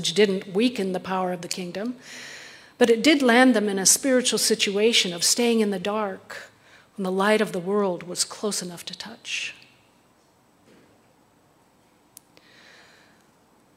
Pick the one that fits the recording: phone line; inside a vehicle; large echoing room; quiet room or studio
large echoing room